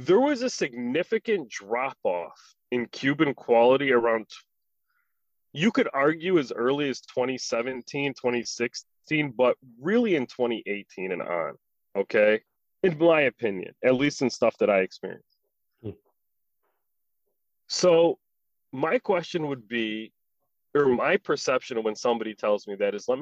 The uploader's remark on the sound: This episode sounds like it was recorded in two cars and a bathroom.